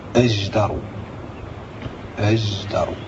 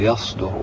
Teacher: كانت هذه الحروف قبل الدال تعطى صوتا يشبه صوت الزاي · Term: إشمام